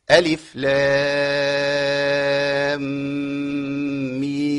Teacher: همد هنا 6 حركات في لام وفي ميم · Term: الغنة